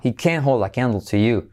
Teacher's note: He can't hold, y ese can't, la T no se pronuncia, simplemente se acentúa toda la palabra